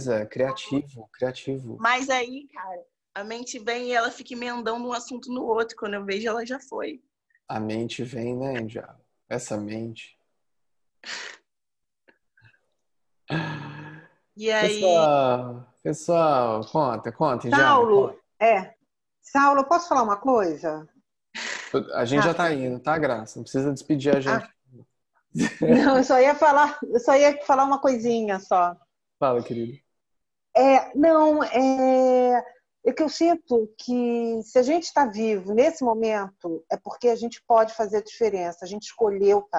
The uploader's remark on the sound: Online via Zoom (bit.ly/zoomsangha).